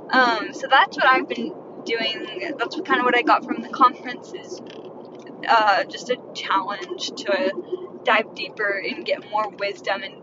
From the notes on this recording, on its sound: Life update in my car. Sorry about the bad audio in this..I was driving.